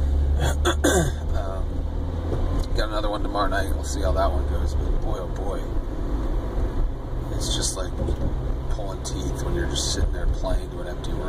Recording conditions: inside a vehicle